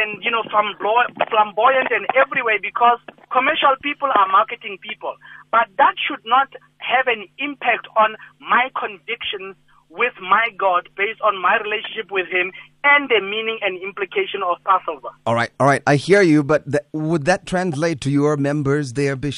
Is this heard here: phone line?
yes